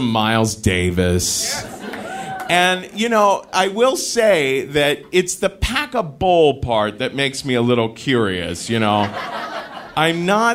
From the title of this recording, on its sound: Live From Minneapolis